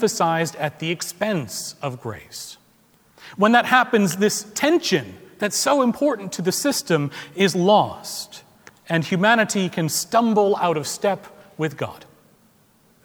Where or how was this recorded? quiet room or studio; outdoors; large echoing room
large echoing room